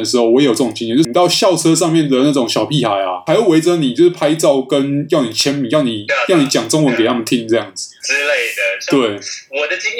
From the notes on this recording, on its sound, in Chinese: 本集白噪音指數：0/5。音質不一定清澈。